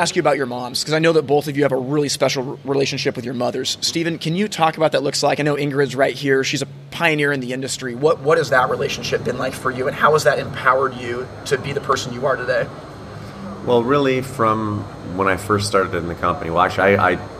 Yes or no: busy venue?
yes